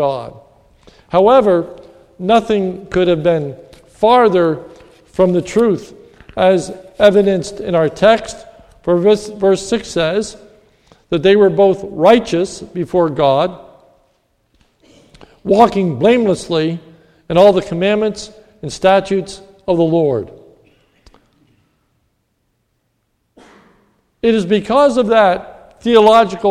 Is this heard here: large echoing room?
yes